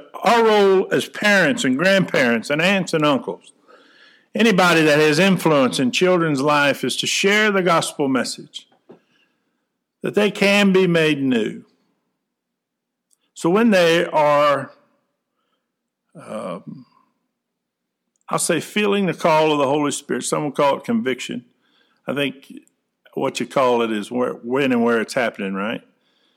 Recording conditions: large echoing room